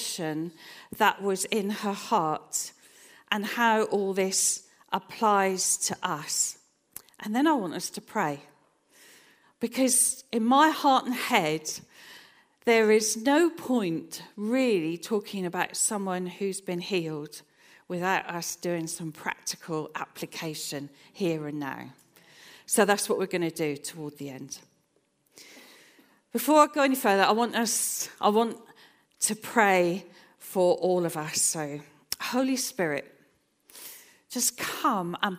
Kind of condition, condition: setting, large echoing room